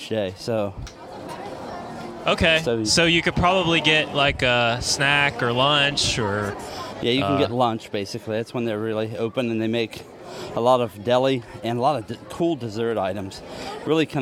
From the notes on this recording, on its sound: Live in Hollywood Studios- Disney World. This week we'll bring you a live recording from inside Disney's Hollywood Studios. Travels around the park. Interacts over Skype. We talk about many park details and catch many sounds.